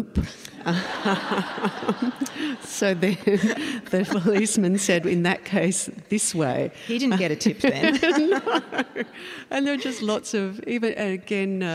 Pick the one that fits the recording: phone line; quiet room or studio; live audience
live audience